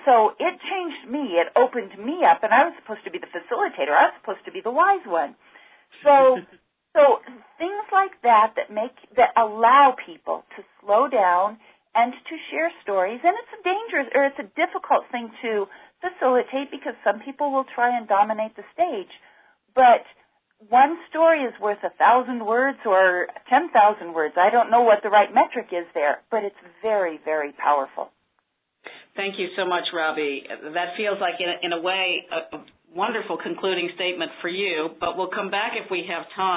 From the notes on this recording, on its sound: This call aired live on 8-13-15.